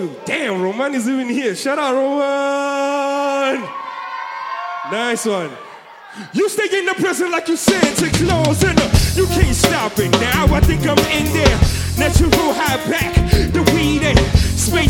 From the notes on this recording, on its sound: Recorded in 2014 at the Yamaha Theatre.